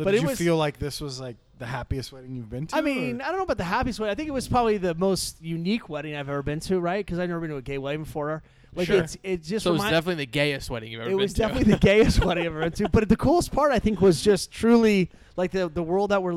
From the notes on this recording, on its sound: Live from 14 Cannons. Brewery. Losangeles.